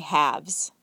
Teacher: In the plural form, the L is also silent. So in plural form, we say halves.